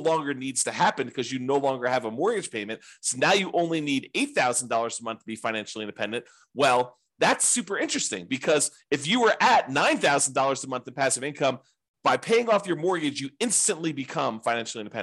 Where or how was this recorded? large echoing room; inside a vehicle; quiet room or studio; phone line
quiet room or studio